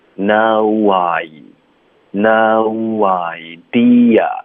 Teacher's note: 结尾会嘟嘴，那你借用这个发 i 的时候会有一个 w 的音